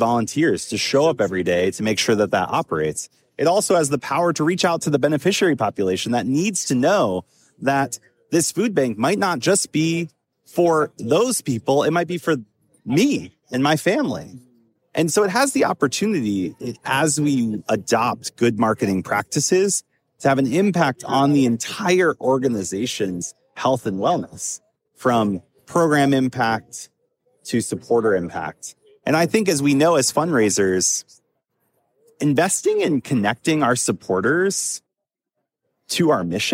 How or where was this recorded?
busy venue